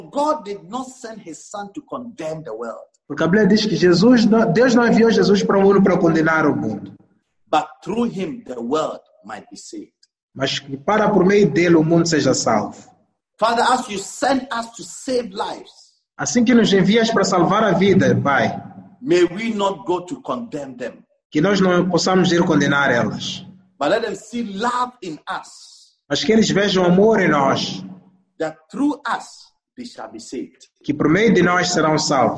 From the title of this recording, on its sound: ZOOM CAMPUS SERVICE